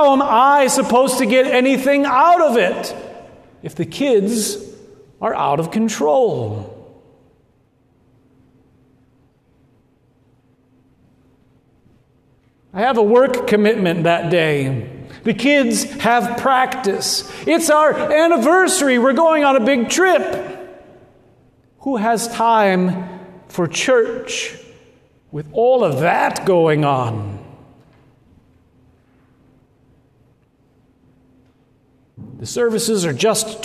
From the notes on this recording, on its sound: at Good Shepherd Lutheran Church Lincoln NE